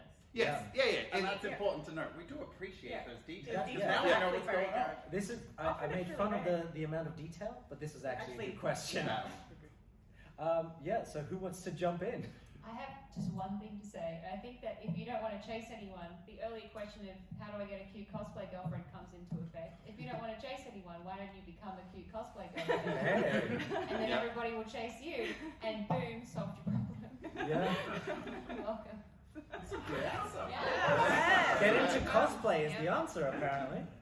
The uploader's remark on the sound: PAX AUS 2022 Live Panel